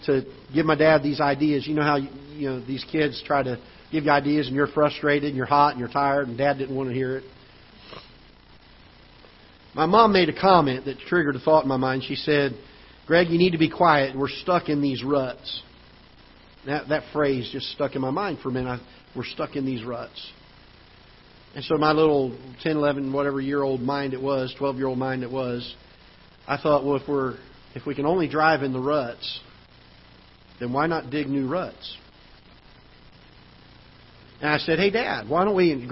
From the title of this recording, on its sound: Ketha Heights Baptist Church ~ Live Broadcast